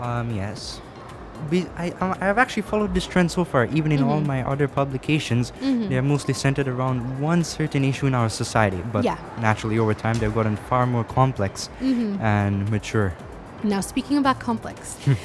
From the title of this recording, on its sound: Live from SIBF 2022